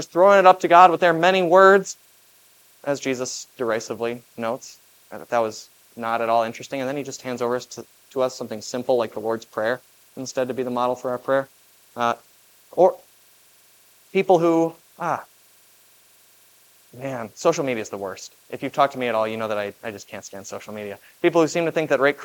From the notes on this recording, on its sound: This Sunday sermon, based on Matthew 21:33-46, was preached at Grace of God Lutheran on October 8, 2023.